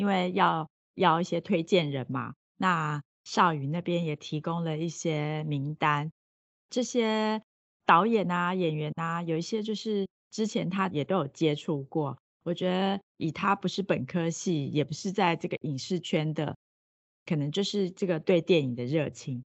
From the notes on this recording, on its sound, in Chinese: 本集Podcast透過Microsoft Teams越洋通訊錄製，受通訊狀態影響，已後製處理雜訊，敬請見諒，謝謝。